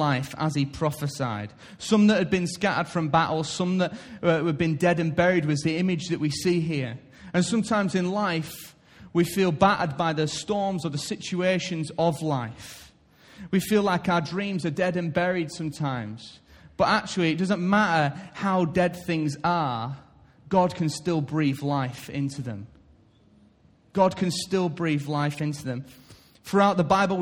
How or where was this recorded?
large echoing room